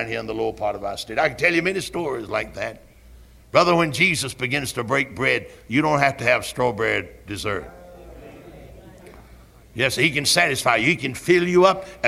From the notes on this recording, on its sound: Originally preached at Tabernacle Baptist Church in Greenville, SC on December 9, 1973.